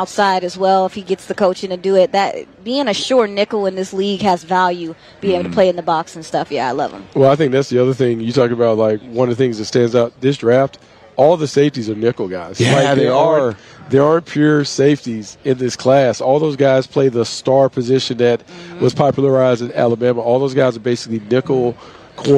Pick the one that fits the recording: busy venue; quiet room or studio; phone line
busy venue